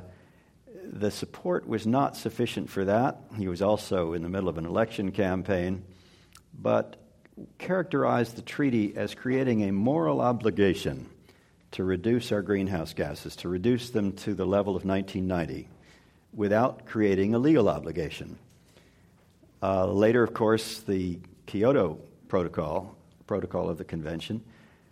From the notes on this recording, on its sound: This program was recorded in front of a live audience at the Commonwealth Club of California on June 16, 2015.